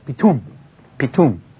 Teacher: And in Egyptian, the combination, when the E and the A are run one after the other, you end up with a sound which is equivalent to an I. And so you have it pronounced as pitum, pitum in Egyptian.